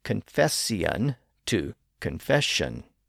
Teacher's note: The same thing happened with words with Latin roots that end in sion, like confession. Again, the S sound was slurred into an SH sound, thereby producing the modern pronunciation